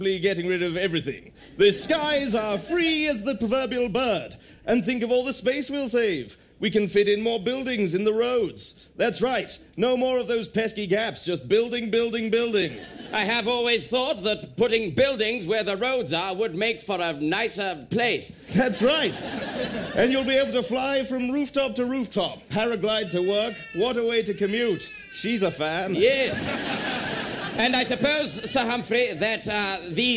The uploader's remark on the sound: Live on BBC Radio 6 Breakfast. The BBC kindly (and unwisely) let us have a bash at the airwaves, unleashing our improvised mayhem on a live audience at the Edinburgh Festival.